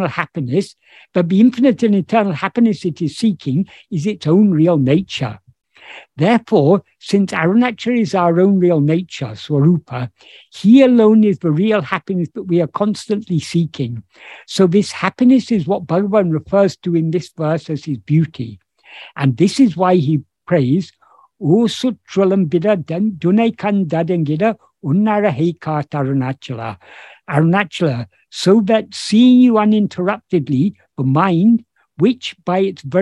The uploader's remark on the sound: In a Zoom meeting of the ‘Ramana Maharshi Foundation UK’ on 9th July 2022.